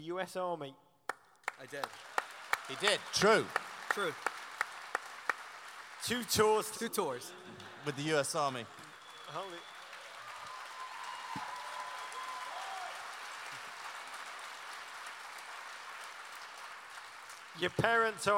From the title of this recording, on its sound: Live in Los Angeles